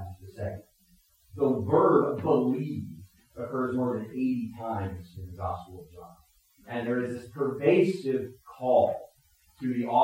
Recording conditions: poor sound quality